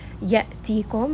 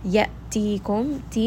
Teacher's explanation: Make sure you give it jahr and abruptly stop that sound inside of the throat and give hamza that sharp sound so that we do not turn this into an alif mad.